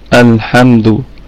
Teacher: ونراعي كمان في اللام صفة البينية، أنها بين الشدة والرخاوة